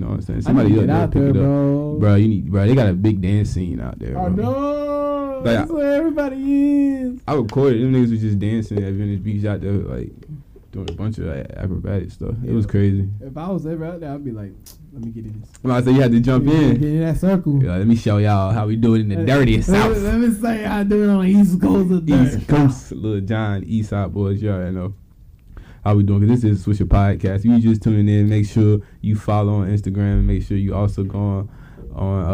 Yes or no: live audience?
no